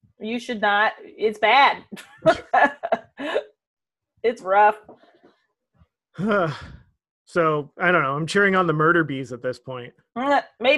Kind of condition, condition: link, video call